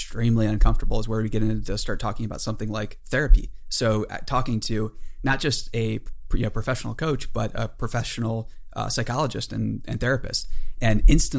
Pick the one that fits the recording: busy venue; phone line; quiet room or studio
quiet room or studio